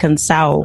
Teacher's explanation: drop the letter D when it's in between two vowels. So like hearing like the word cansado, it would kind of sound like cansao.